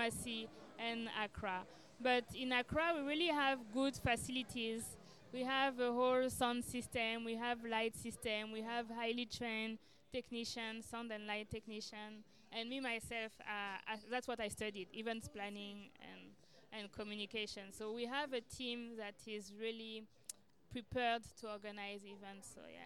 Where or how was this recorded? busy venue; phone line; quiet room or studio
busy venue